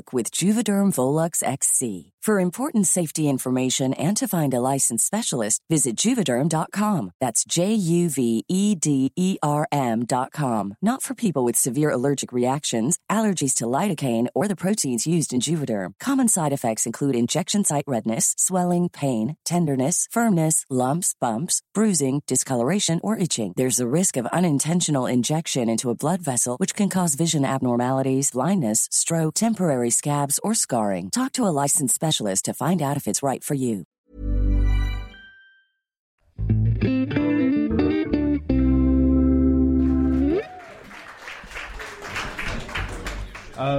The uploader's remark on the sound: Live from the Phoenix in Oxford Circus.